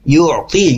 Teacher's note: Yu'ti tengah tenggorokannya terbawa ya atau terlibat begitu ya. Karena masuk ke tengah tenggorokan untuk bunyi huruf ain ya.